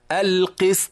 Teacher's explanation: الباء مقلقلة والدال مقلقلة، هنا السين ساكنة فقط ليس فيها قلقلة، لكن بعدها الطاء مقلقلة · Term: القلقلة